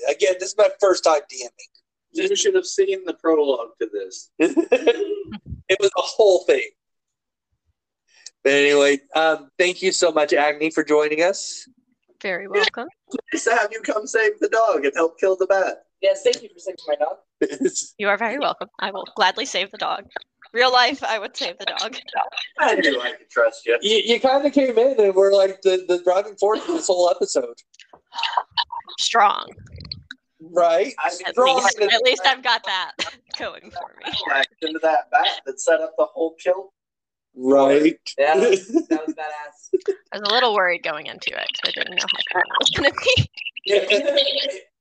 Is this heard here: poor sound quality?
yes